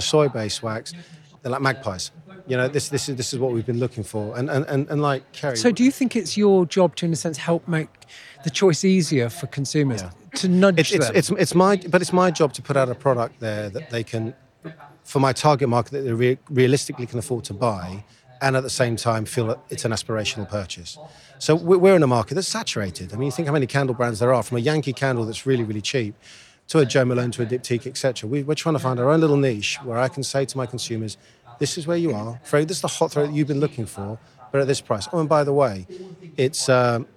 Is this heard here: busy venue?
yes